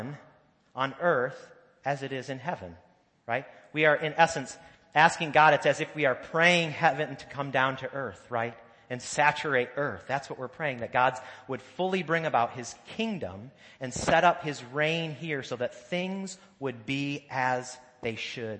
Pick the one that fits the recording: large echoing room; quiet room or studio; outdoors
large echoing room